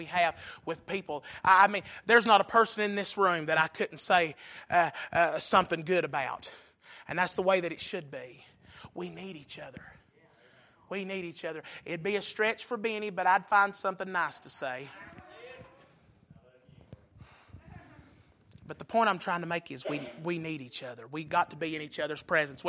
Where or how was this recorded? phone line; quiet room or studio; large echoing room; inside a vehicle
large echoing room